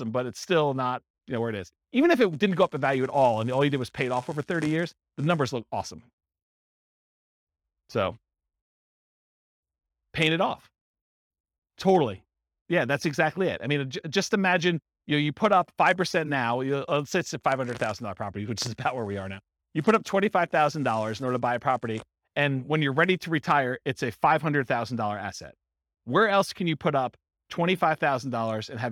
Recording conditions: live audience